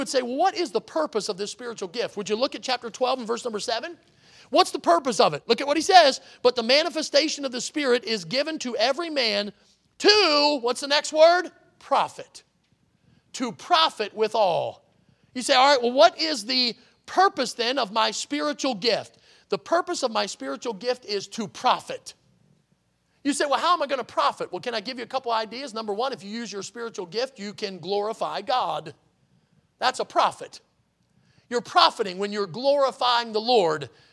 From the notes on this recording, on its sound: in the Sunday Morning Service on August 27, 2023, at Victory Baptist Church in Boonsboro, Maryland